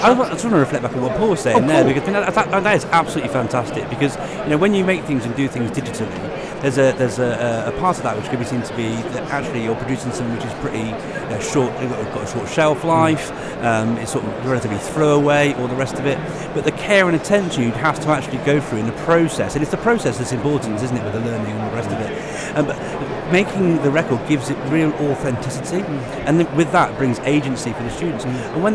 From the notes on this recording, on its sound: Our second NetSupport Radio LIVE show from stand NL44 at BETT2020.